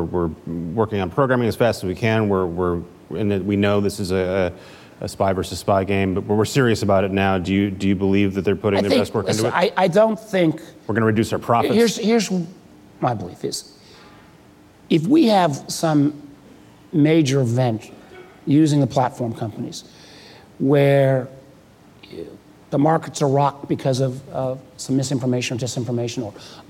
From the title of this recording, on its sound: Live at Code 2018